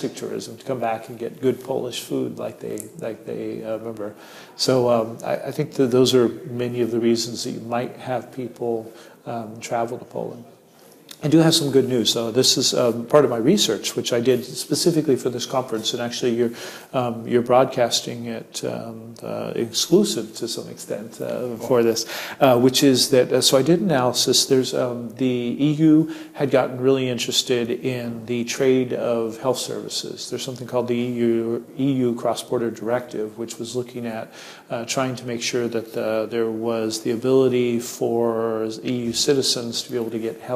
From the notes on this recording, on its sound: The interview took place at the Liberty International World Conference 2018 in Krakow.